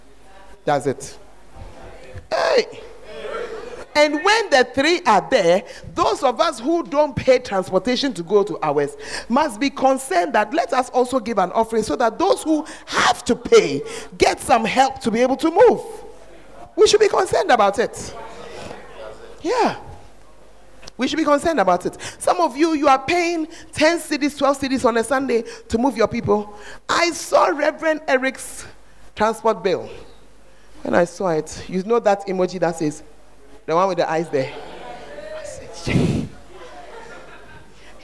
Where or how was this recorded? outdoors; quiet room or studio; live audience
live audience